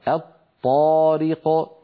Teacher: أدغمنا لام التعريف في الطاء فصار النطق بطاء مشددة، أيضا لابد من أن يكون النطق بطاء مشددة غير مفكوكة.